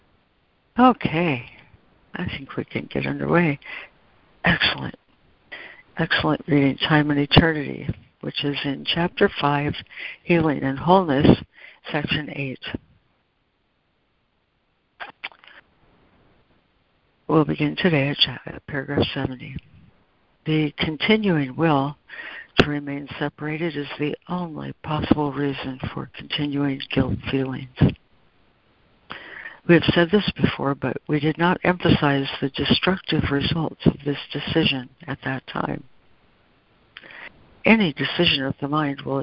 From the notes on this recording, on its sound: ACIM Daily Conference Call